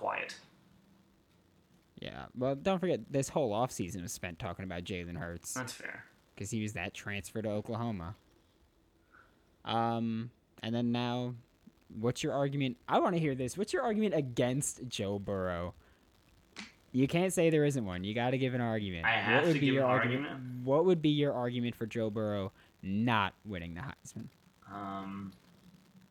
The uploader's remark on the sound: Ft. Audio Issues. We also had some audio issues here, apologies.